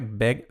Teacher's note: la I como una E y la G suave